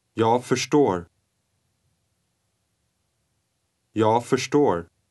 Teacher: the final sound of jag is pronounced so lightly that it almost disappears